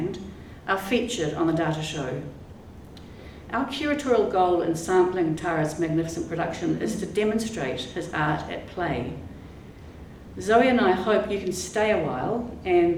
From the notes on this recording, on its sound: Recorded at the exhibition opening on the 31 March 2023.